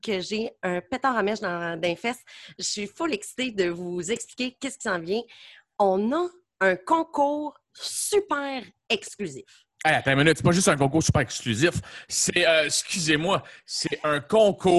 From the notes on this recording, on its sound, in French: La classe a eu lieue sur Zoom.